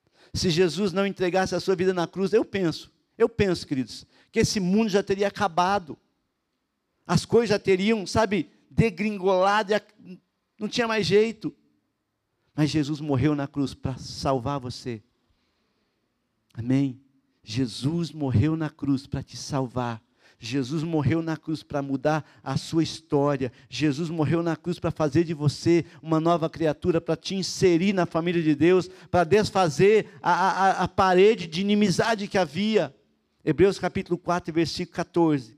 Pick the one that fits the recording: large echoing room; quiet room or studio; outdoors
large echoing room